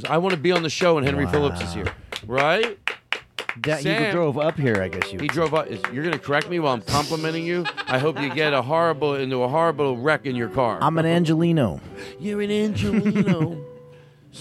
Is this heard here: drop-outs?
no